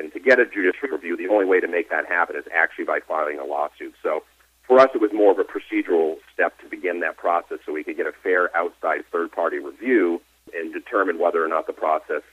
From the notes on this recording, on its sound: called in to SmallCapVoice